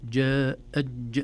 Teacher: حرف الجيم في شدته وليس فيه رخاوة، ثم المد الواجب المتصل في وسط الكلمة بمقدار 4 حركات.